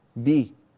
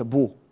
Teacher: في قوله تعالى وتنحتون من الجبال بيوتا، بيوتا يضمها ورش رحمه الله، فننتبه إلى ألا نقع في هذا الخطأ الذي يقع فيه كثير، وهو أنه يكسر الباء فيقول بيوتا، بي وليس بو